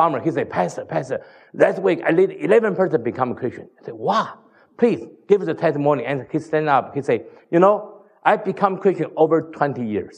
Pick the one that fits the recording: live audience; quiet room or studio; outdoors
live audience